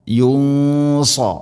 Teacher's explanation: ശഫാഅതു വല വലഹും യുൻസ യുൻസ സാക്കിനാനൂന് ശേഷം സ്വാദ് ഇഖ്ഫാ ബിഗുന്ന, പക്ഷേ സ്വാദാണ് ഇസ്തിഇലാന്റെ അക്ഷരമാണ്, സ്വരഭാരത്തിൽ ഉച്ചരിക്കണം. ഖുന്നയും സ്വരഭാരത്തിലായിരിക്കണം.